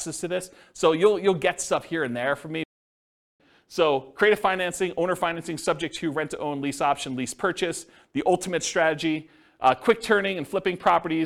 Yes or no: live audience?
yes